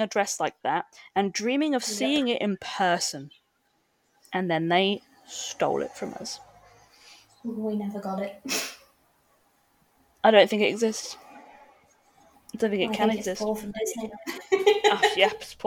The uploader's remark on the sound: I had a few audio issues with this recording, but hopefully you can all still hear it okay!